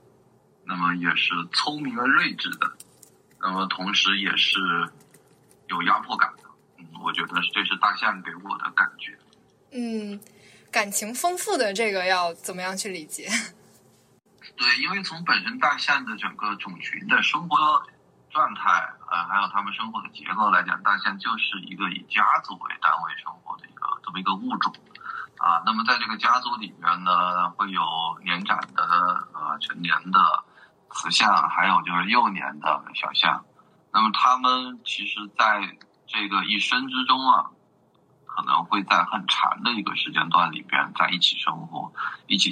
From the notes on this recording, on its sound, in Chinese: 由于三位聊天的人散落在中华大地的不同城市，因此本期的录制在线上完成，音质有所损失。